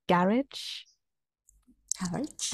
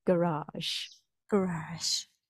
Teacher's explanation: in the UK, the stress is on the first sound · Shown in: first take